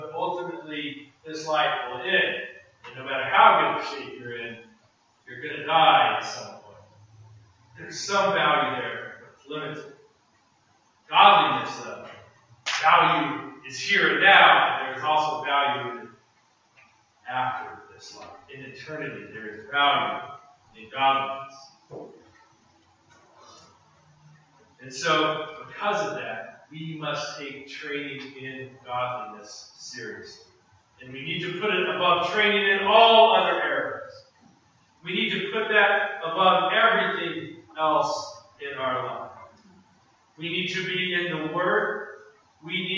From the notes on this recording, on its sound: preached this sermon at Restoration Road Church in Wakefield, MA on Sunday, November 27.